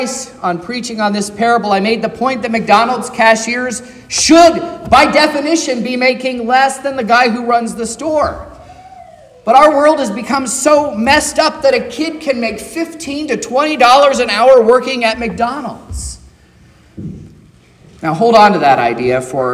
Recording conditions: large echoing room